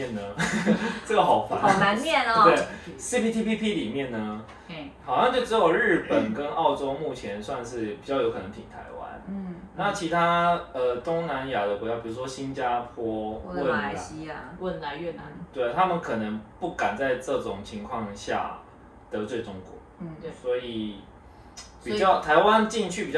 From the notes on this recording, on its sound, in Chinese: 水逆發威，錄音音檔讀不出來，只能用手機錄音來汙染大家耳朵。